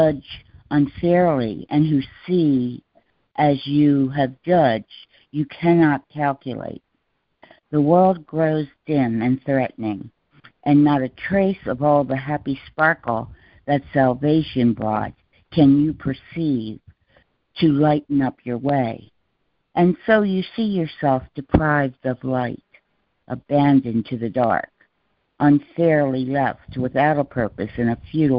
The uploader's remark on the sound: ACIM Daily Conference Call